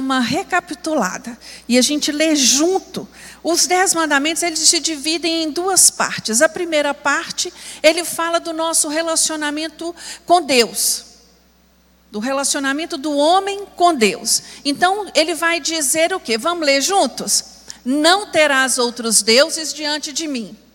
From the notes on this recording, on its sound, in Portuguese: Escola Bíblica Dominical. Transmissão ao vivo do Culto de Adoração ao nosso Deus, realizado na Igreja Batista Moriá.